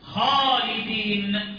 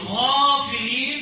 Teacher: الخاء فيها همز والغين فيها جهر